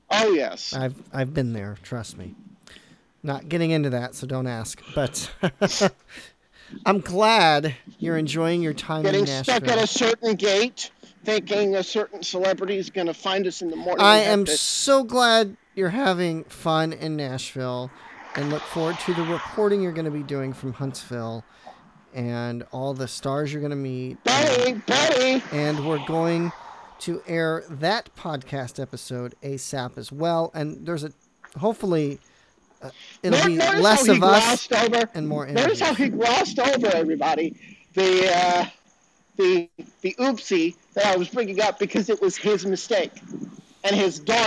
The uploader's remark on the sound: across the Cumberland River in downtown -- on foot